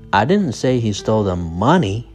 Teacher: The stress is on money.